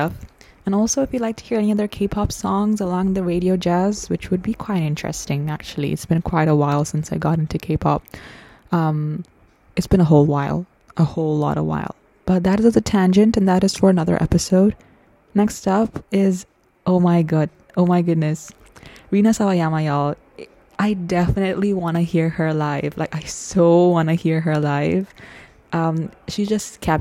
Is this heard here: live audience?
no